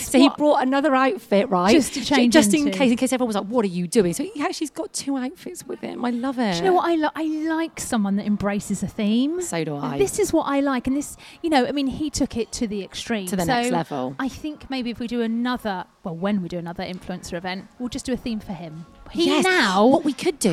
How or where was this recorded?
busy venue